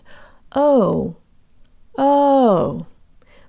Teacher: In English, the letter O closes to an U sound.